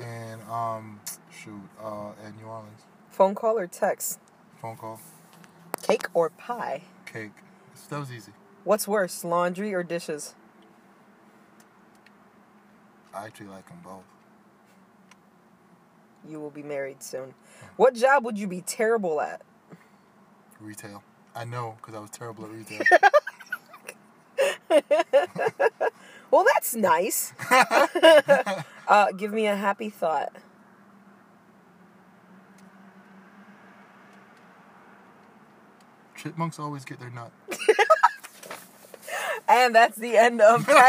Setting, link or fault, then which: setting, inside a vehicle